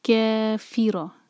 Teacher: Next word ہے کیفیرو، فی ایک حرکہ، رو ایک حرکہ. رو کو ہیوی پڑھیں گے، رو پر فتحہ ہے